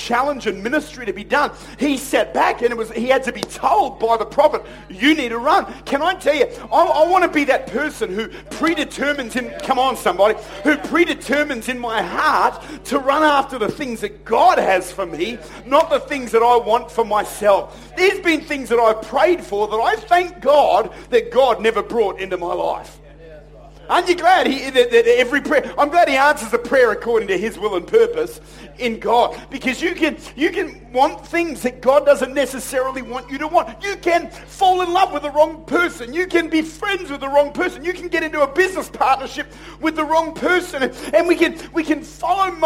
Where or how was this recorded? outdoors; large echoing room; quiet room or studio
large echoing room